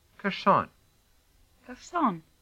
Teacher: kershon is one of the few words where the stress falls on the second syllable